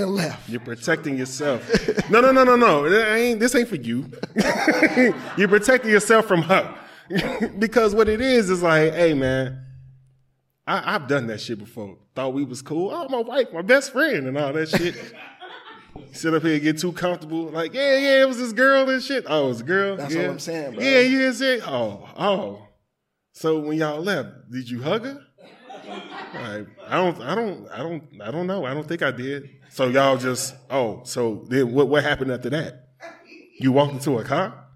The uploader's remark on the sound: With A Live Audience